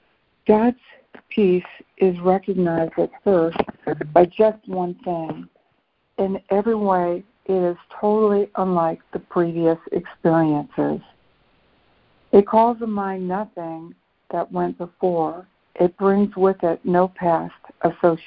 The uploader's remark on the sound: ACIM Daily Conference Call